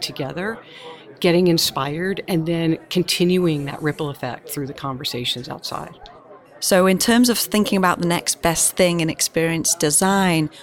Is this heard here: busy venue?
yes